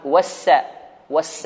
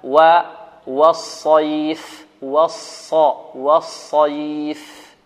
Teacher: والس هذه سين، إذن والص هذه صاد مفخمة